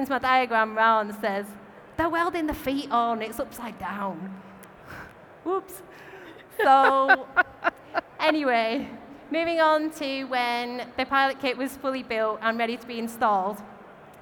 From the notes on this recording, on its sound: recorded at our Brewers Congress in London